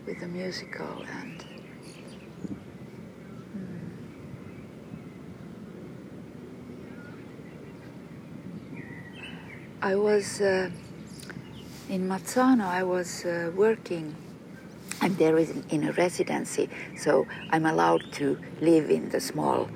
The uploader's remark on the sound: A series of conversations recorded with a pine tree in Kaivopuisto Park in Helsinki.